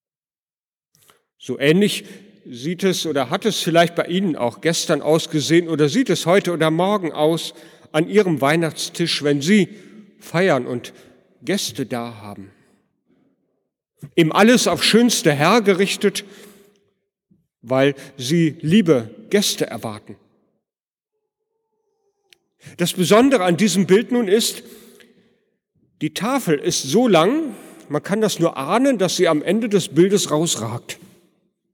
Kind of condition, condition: setting, large echoing room